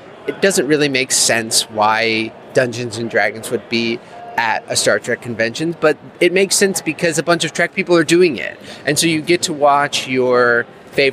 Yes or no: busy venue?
yes